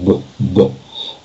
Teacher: Ну, потому что, смотрите, когда вы говорите «табуретка», «табуретка», «табуретка», «табуретка», у вас там согласный «б». Да, согласный «б» мы произносим, сжимая губы, потом размыкая эту смычку